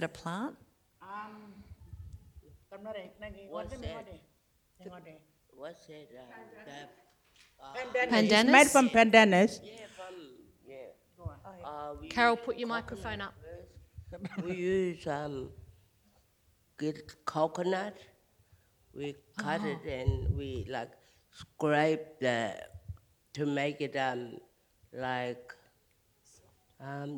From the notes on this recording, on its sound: Recorded before a live audience at the Art Gallery of South Australia on Sunday 17 October 2021, during the opening weekend of Tarnanthi 2021.